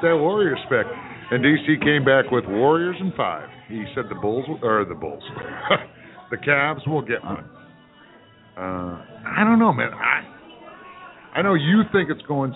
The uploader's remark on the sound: Live from Wrigley Field Bar and Grill